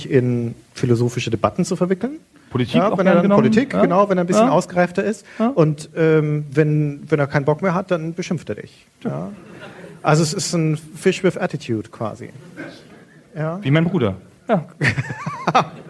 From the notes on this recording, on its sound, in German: Liveaufnahme vom Auftritt der Herren Podcaster auf dem Game Fest in Berlin im April 2016